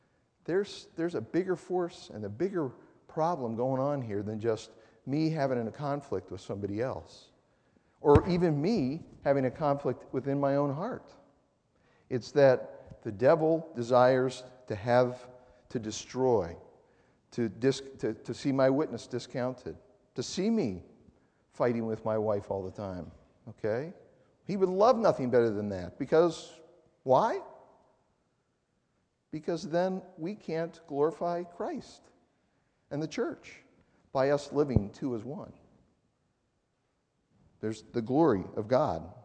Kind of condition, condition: setting, large echoing room